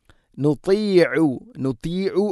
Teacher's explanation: ത ഉച്ചരിക്കുമ്പോൾ ഇത്ബാഖ് എന്ന സിഫത്ത് നൽകി സ്വരഭാരത്തിലാക്കണം.